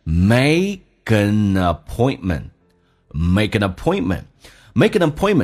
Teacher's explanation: Make an appointment 这边有连音，make an 有连音叫 makean